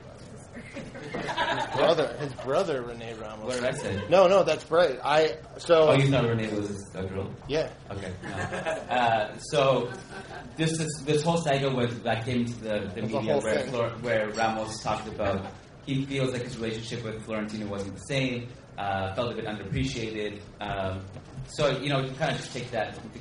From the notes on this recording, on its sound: This episode of the Managing Madrid Podcast was recorded in New York City, in front of a live audience at the Playwright Irish Pub.